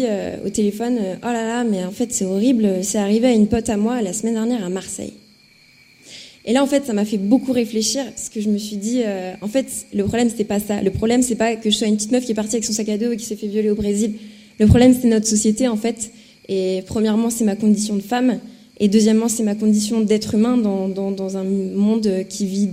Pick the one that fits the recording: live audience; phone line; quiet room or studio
live audience